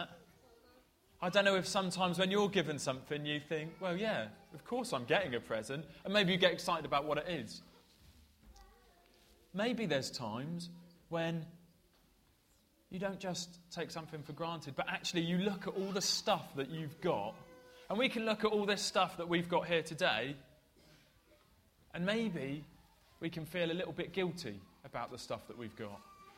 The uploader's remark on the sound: This talk was broken into 3 parts throughout the service, separated by songs, games and puppets! Preached at Colchester Road Baptist Church, Ipswich.